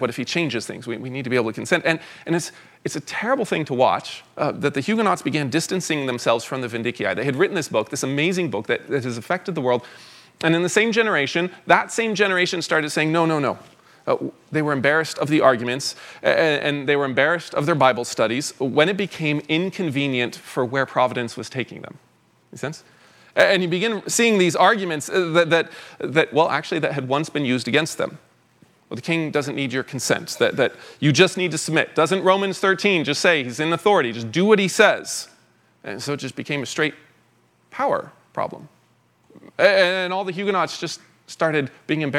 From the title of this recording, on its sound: 2023 Fall Conference Talk #1